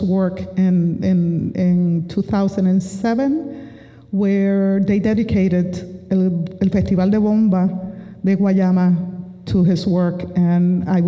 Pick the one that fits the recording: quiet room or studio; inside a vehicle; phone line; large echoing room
large echoing room